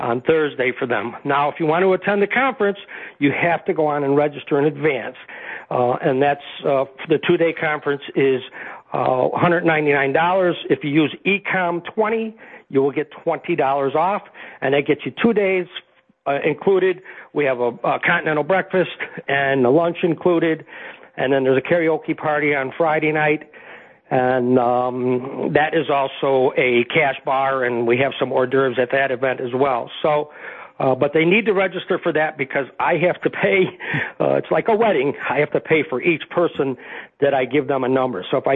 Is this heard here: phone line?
yes